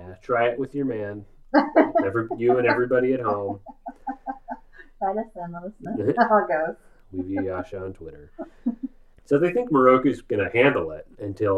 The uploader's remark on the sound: Sound problems plague this newest episode of We View Yasha!